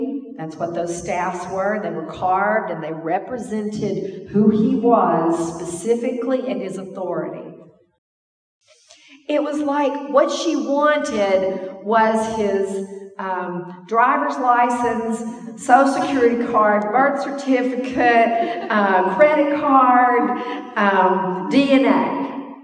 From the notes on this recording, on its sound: This is an audio sermon recorded at the Portland Church in Portland, OR.